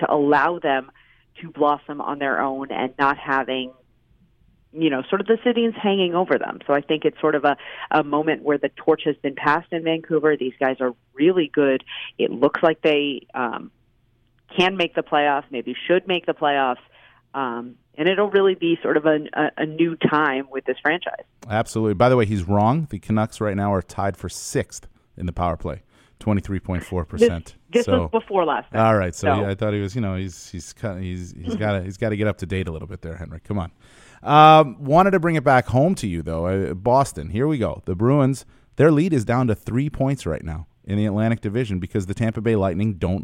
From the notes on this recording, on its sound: hops on the line from Vancouver